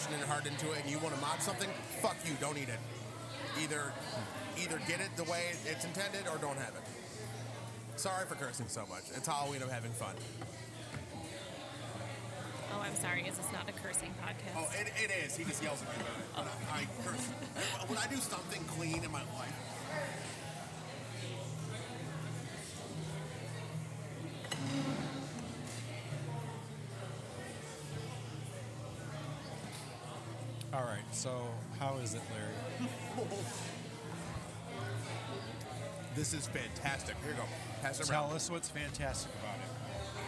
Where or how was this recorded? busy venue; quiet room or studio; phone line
busy venue